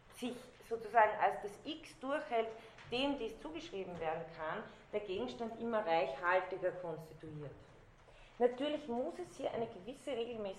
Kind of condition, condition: setting, large echoing room